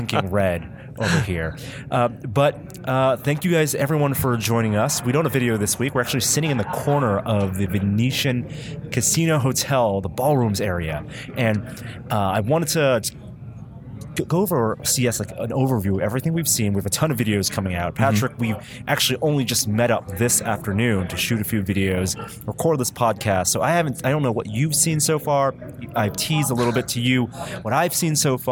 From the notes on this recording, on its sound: We kick off the year with a podcast recording at the CES in Las Vegas!